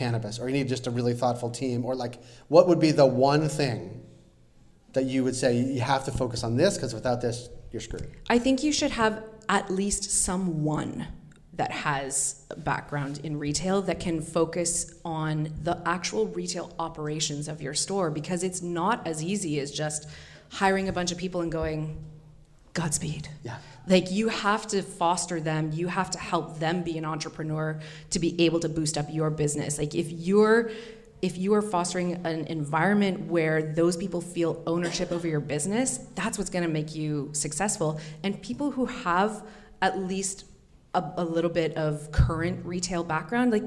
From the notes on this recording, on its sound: Recorded at the second edition of our speaker series focused on the emerging economy of Cannabis in Canada.